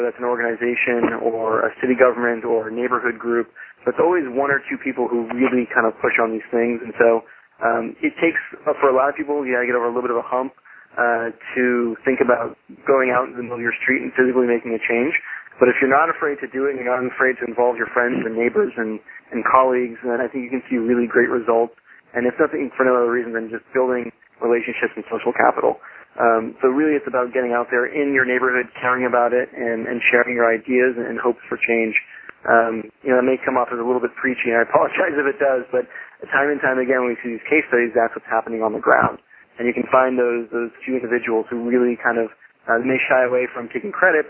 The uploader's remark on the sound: Call recorded on February 9, 2012.